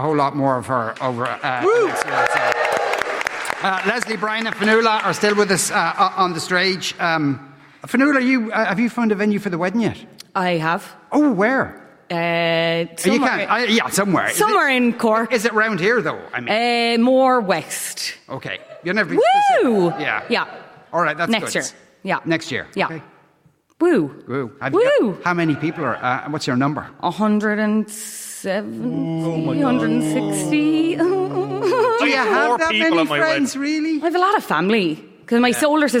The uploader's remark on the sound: LIVE from Triskel Arts Centre in Cork.